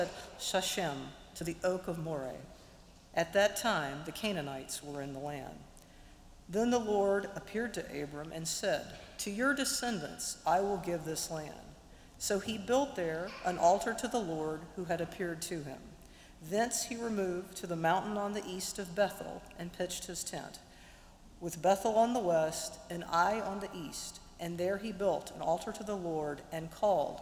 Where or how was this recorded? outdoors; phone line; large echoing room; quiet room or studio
large echoing room